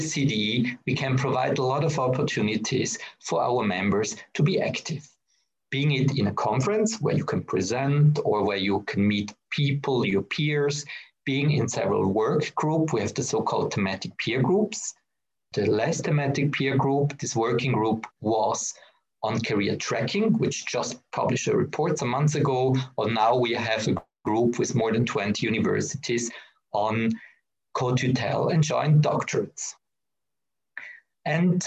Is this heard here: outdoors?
no